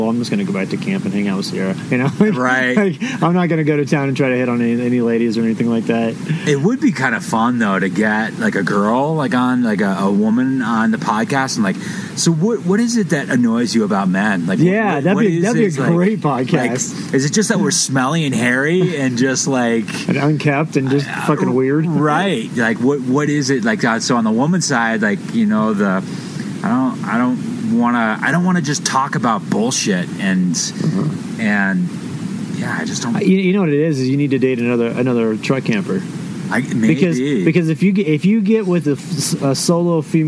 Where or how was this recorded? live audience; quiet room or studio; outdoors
outdoors